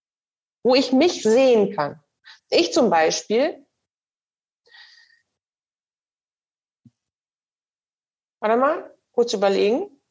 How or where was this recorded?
video call